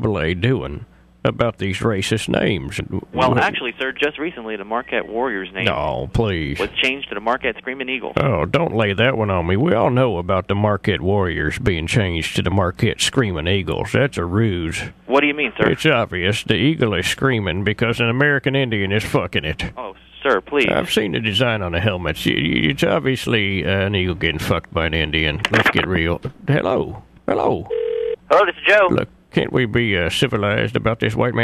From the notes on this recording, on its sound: Prank Phone Calls